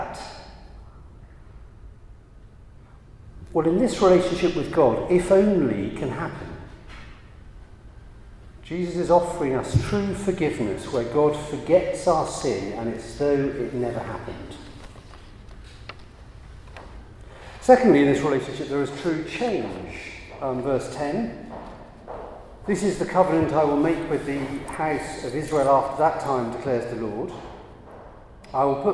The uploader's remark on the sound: a Christians in Parliament Chapel Service which was held in the Chapel of St Mary Undercroft on Tuesday 4th July 2023